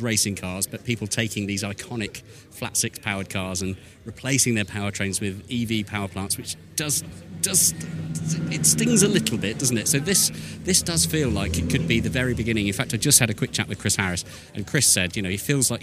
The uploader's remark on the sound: A feature-length podcast recorded at the 2023 Goodwood Revival Meeting. This feature-length episode also captures some of the many atmospheric sounds from the event and the hub of activity, the assembly area.